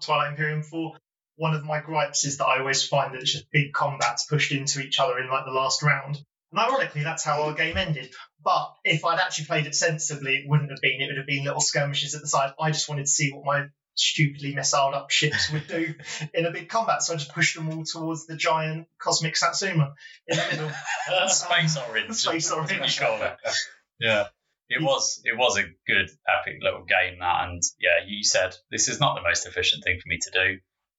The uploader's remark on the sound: in our earlier episodes our audio isn't up to scratch